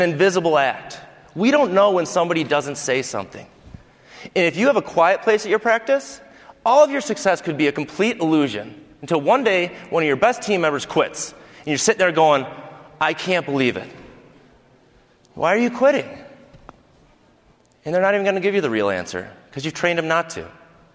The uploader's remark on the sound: From Voices of Dentistry 2019. Speaks from the stage at VOD 2019.